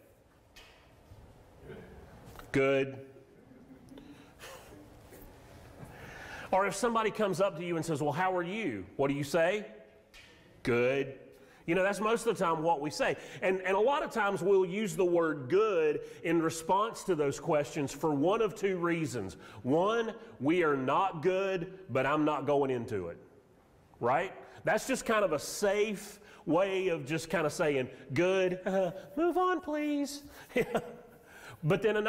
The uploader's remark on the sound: Sermon audio from Mission Church in Locust, NC.